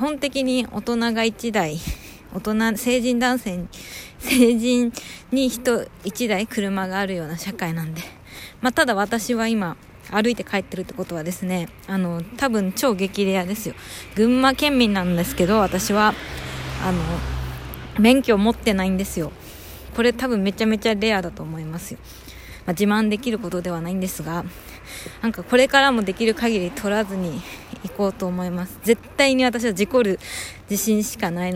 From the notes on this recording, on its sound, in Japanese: 歩きながら録ってみた。